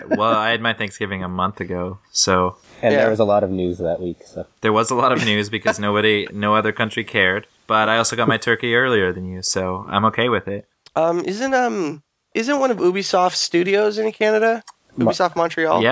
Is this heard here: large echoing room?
no